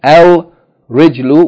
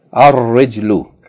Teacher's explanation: Ar-rijlu, with shadda on the ra, because ra is a sun letter, so that means we have to double it. Instead of the lam being pronounced, the ra is pronounced double. · Shown in: second take · Instead of saying al-rijlu, we say ar-rijlu.